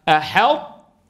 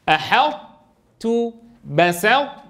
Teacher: أن ندغم حرفا قوي الصفات بحرف أضعف منه بحيث تبقى صفة القوة ظاهرة في القوي، فنطبق على طاء ونجافي المخرج عن تاء · Term: إدغاما ناقصا